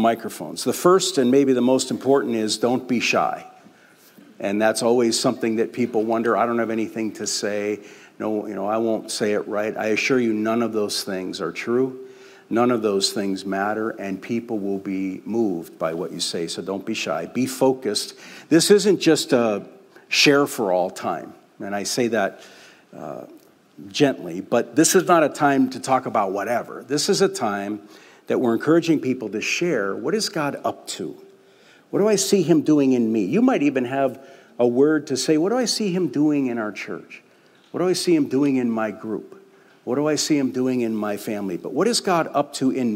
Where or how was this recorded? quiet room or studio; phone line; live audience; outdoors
live audience